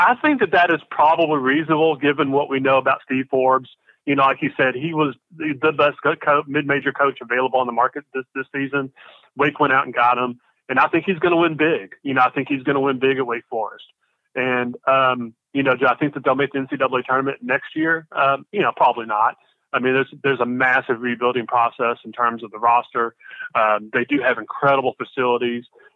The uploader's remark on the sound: Calls.